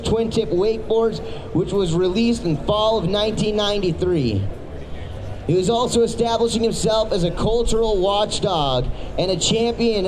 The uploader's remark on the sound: recorded at the 2017 Wakeboarding Hall of Fame Induction Ceremony